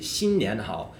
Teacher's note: First tone, second tone, third tone, 新年好.